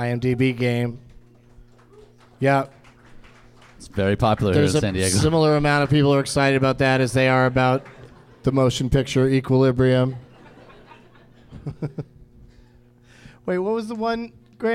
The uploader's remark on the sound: Live from the American Comedy Co. In Sweet Home San Diego.